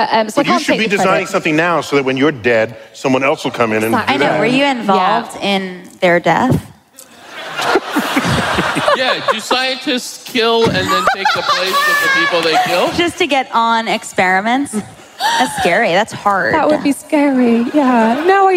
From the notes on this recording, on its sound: Recorded live at the Beacon Theatre in NYC.